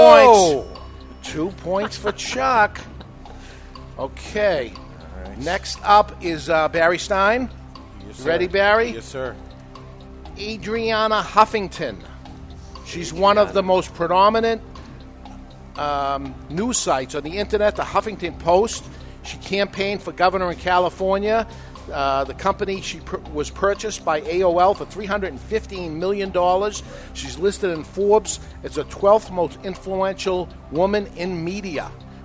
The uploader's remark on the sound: Live from Two Guys Smoke Shop in Salem, NH